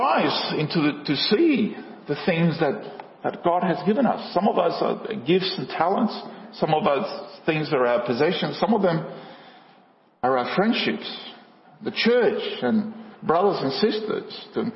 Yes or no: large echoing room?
yes